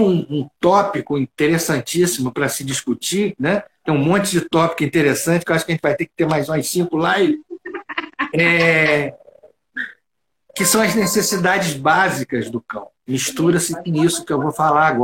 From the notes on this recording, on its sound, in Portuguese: Áudio da Live feita no Instagram